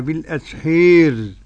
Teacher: وقرأ الإمام أبو عمرو البصري ودوري الكسائي بالإمالة الكبرى